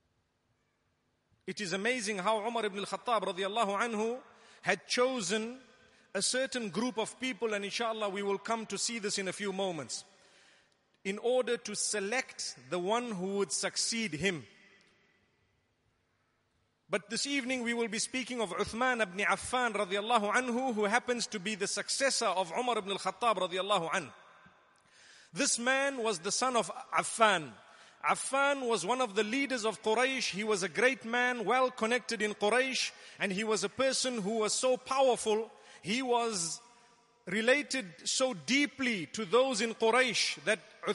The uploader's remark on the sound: Delivered at Tuanku Mizan Zainal Abidin Musjid